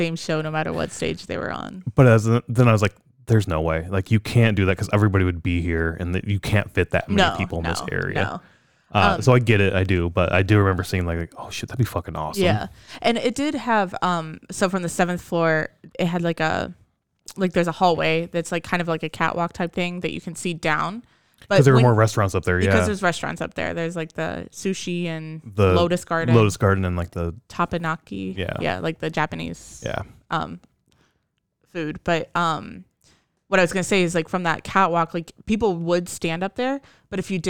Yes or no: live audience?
no